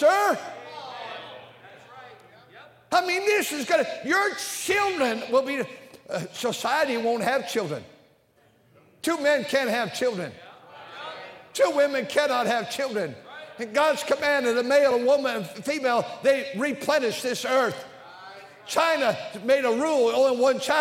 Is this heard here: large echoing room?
yes